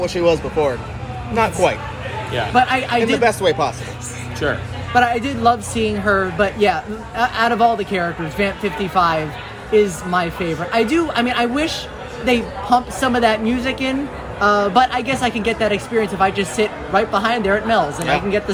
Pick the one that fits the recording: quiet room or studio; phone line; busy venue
busy venue